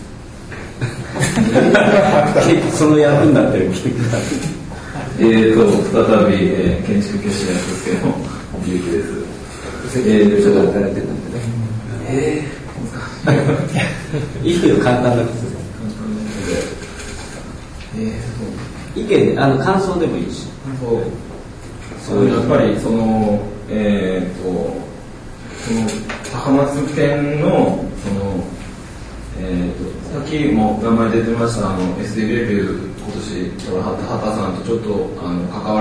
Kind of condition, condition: setting, live audience